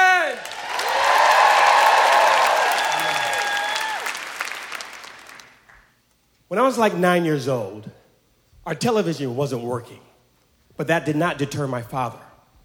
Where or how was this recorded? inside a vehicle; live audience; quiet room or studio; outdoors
live audience